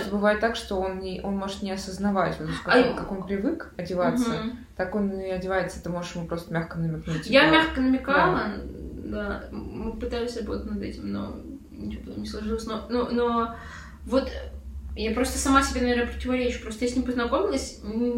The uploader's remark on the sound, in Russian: В этом выпуске есть проблемы со звуком, мы постарались решить их, как могли, но осадочек мог остаться.